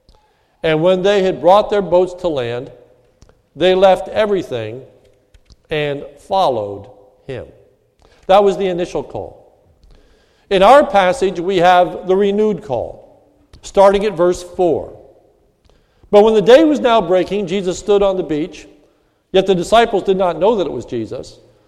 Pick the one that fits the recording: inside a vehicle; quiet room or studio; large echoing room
large echoing room